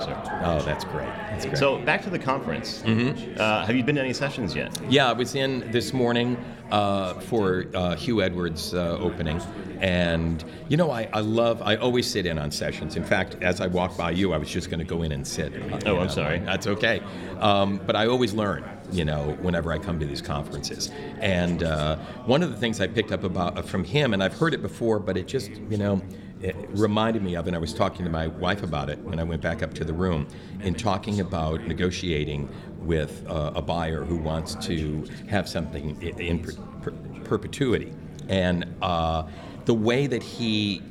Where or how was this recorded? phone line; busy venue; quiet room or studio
busy venue